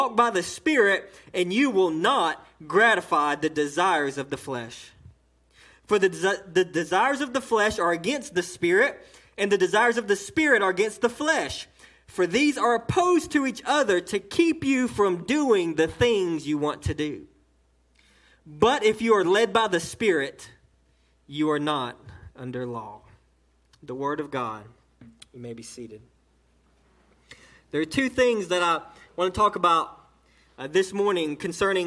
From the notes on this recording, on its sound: A sermon delivered on 5/27/18 during the 11am service to Cottondale Baptist Church in Eastman, GA